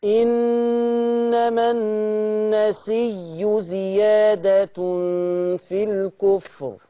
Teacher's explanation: ما بقت ياء مشددة فلا مد فيها